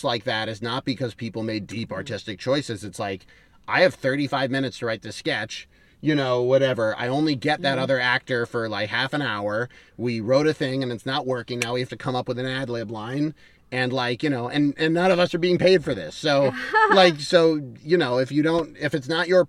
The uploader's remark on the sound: Cat Jam In The Car